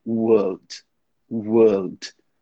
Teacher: fala o British English, que nem o meu caso, a gente simplesmente tira aquele R dali, porque a gente não pronuncia o R naquela situação. Então, eu simplesmente falaria world.